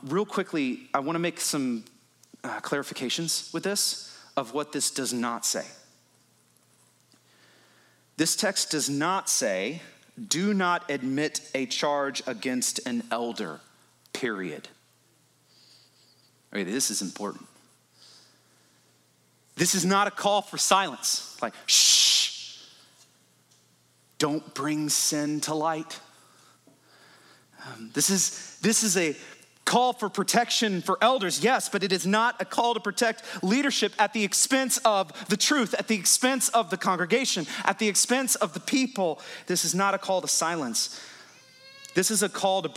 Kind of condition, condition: setting, large echoing room